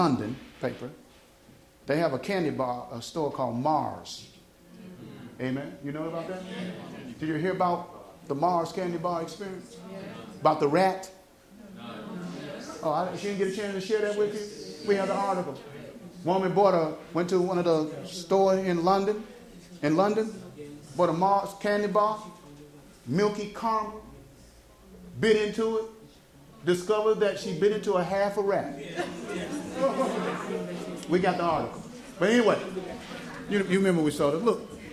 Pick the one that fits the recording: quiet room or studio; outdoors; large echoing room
large echoing room